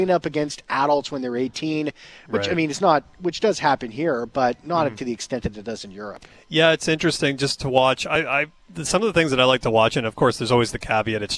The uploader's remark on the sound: Live at Jets Development Camp.